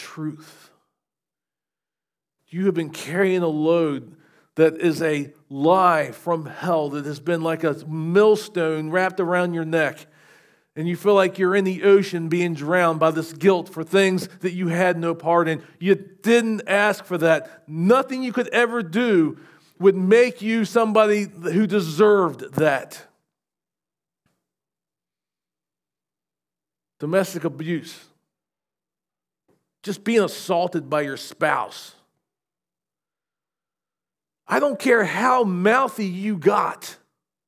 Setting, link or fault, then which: setting, large echoing room